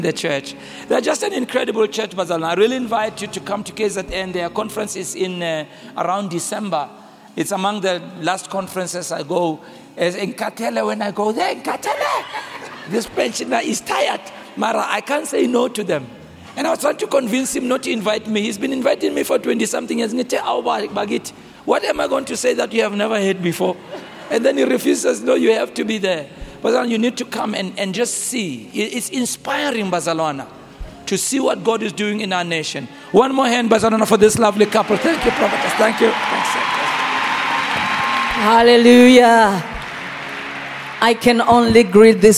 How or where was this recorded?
large echoing room